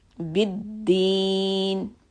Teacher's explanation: Dal has a shadda biddin. So you make sure that the dal is heard properly for two counts, like bid and then deen.